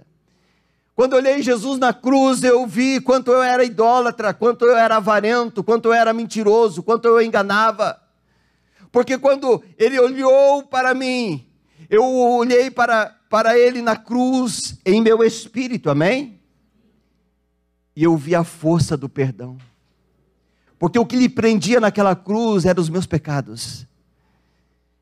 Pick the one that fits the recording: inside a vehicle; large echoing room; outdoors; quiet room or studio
large echoing room